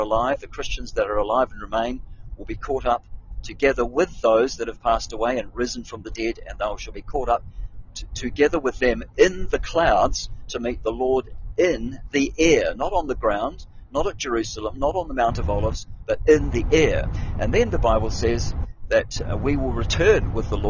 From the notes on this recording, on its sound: I'm on the move driving